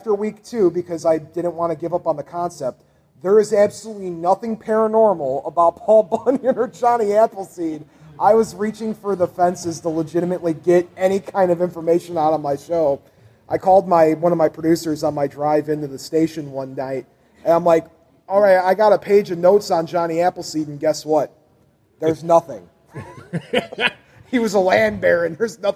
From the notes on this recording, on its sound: Wizard World Paranormal Podcast Panel. We thought we would pull back the curtain a little, and share the audio from the panel.